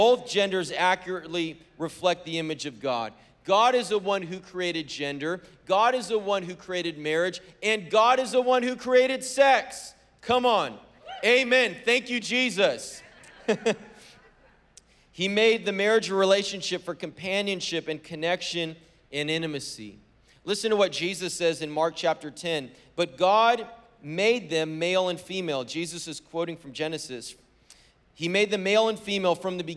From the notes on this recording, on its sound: was preached on February 13th at the 10AM service